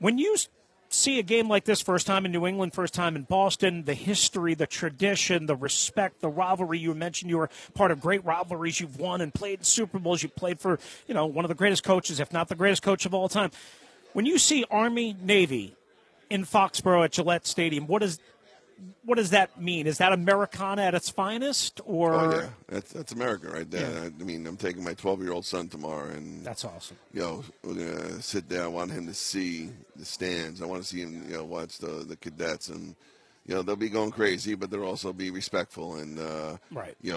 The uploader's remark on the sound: Live From Radio Row